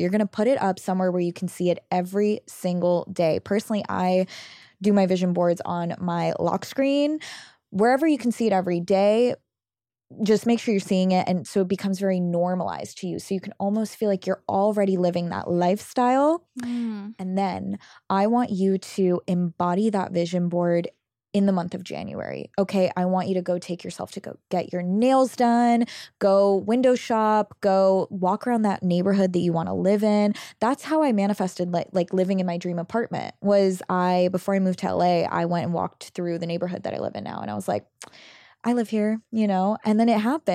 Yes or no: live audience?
no